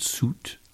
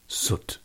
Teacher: that subtle distinction that we have in English between the goose and put lexical sets